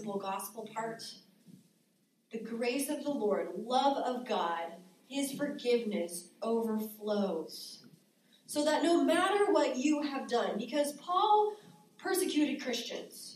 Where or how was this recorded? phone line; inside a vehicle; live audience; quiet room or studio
live audience